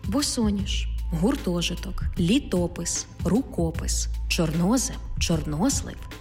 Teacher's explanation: Наголошений звук О в складних іменниках із двома коренями.